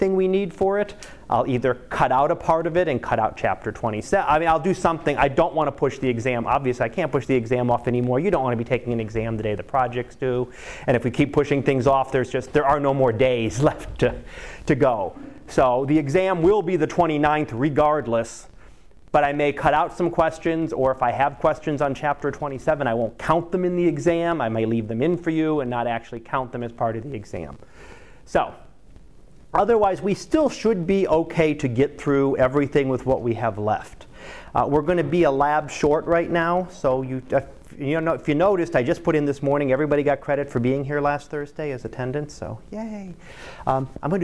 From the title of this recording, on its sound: Live Class Lecture